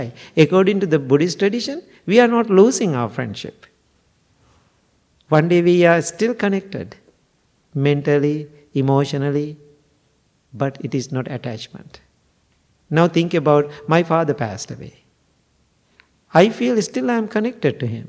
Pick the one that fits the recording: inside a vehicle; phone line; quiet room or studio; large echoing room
large echoing room